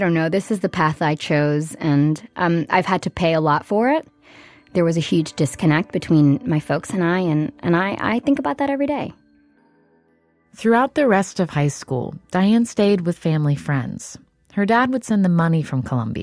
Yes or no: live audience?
no